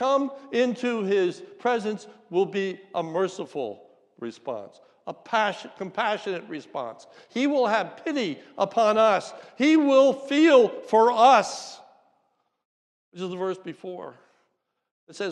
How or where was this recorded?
large echoing room